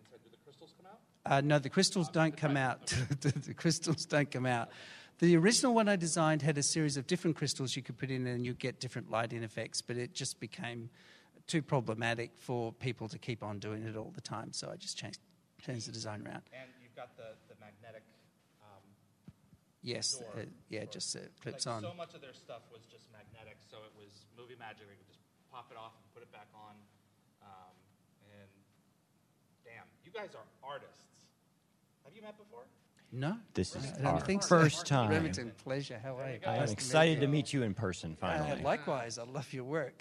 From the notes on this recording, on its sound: as this was a LIVE, on-site event with in-person props, this episode is not optimized for an audio podcast